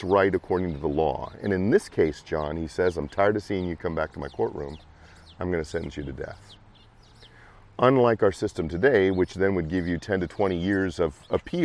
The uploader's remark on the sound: Was setting up for an afternoon of crosswalking on the corner of Pine and 53rd in Davenport.